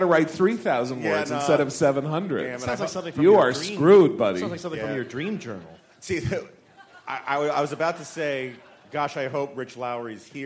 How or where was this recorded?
busy venue